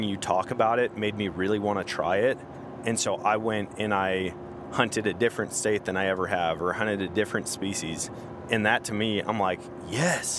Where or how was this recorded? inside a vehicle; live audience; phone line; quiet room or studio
inside a vehicle